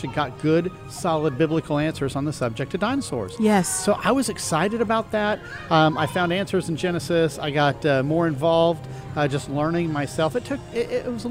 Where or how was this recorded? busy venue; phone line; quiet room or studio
busy venue